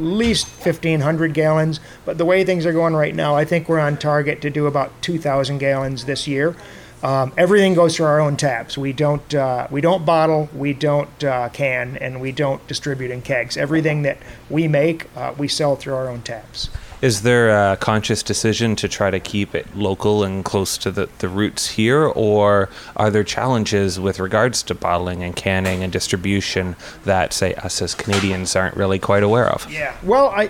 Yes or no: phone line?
no